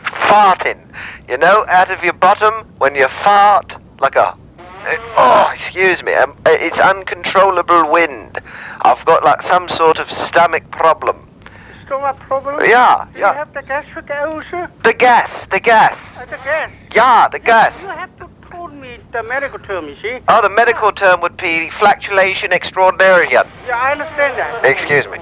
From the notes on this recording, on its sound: Prank Phone Calls